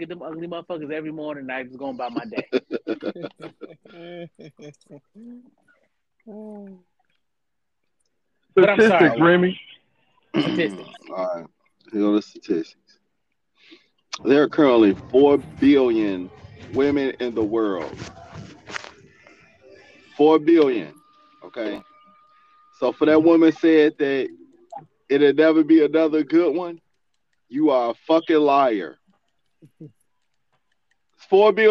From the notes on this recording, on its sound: we have a normal phone conversation